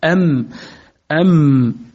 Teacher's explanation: الباء أب، الباء شديدة لأن الصوت ينحبس بالكلية، أب فبالتالي هي شديدة أب. الميم حرف بيني تخرج من الشفتين بانطباق، ولكن ينحبس الصوت في الشفتين فيجري من الأنف، يجري بقية الصوت أو يجري جزء من الصوت من الأنف.